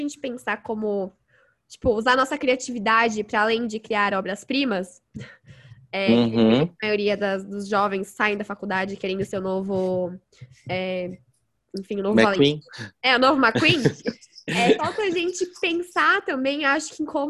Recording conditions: video call